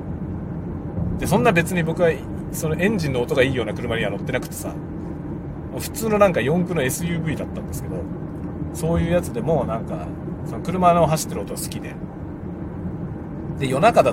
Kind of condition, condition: setting, inside a vehicle